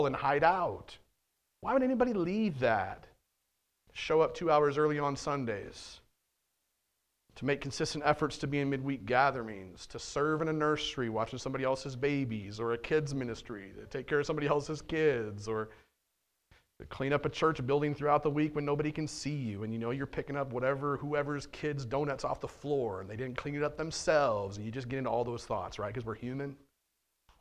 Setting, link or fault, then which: setting, large echoing room